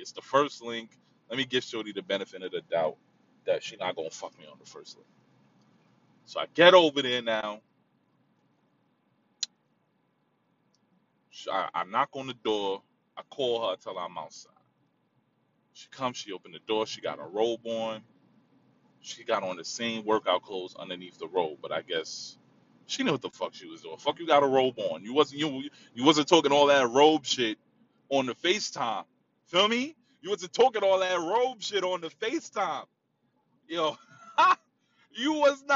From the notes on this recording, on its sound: In the car. Driving.